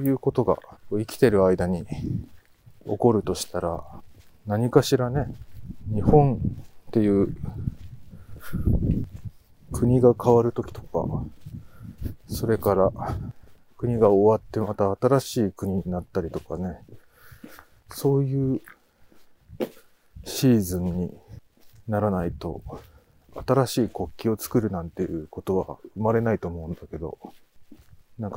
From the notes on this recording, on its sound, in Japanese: 冬のお散歩収録。ある日、晴れた日のお散歩収録です。